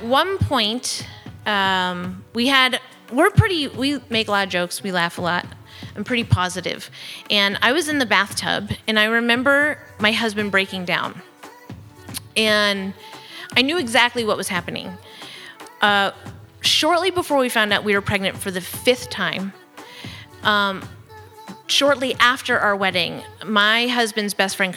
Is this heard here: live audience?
yes